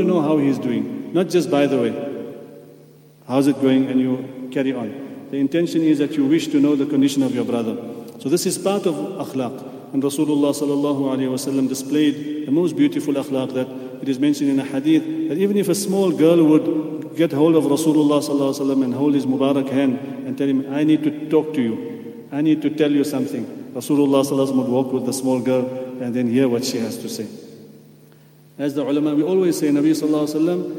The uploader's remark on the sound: at the Houghton Masjid (West Street)